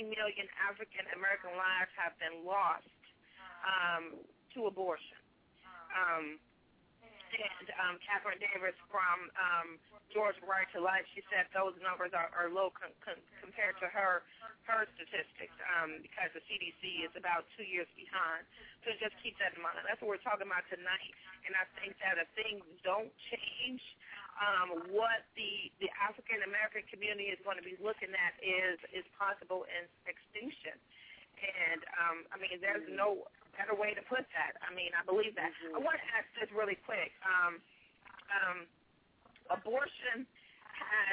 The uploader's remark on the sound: opens up the phone lines